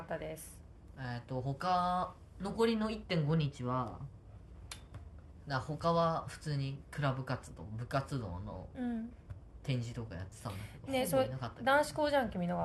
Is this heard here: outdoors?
no